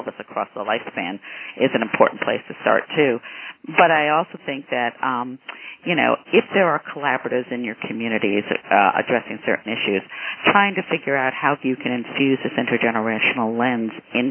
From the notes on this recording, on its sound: Call recorded on December 8, 2011.